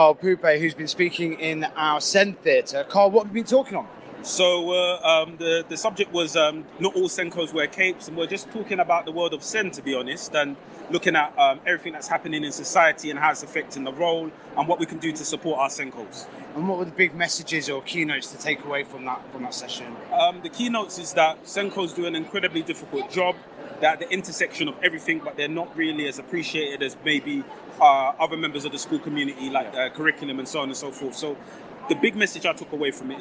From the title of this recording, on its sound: A Day at the Schools and Academies Show London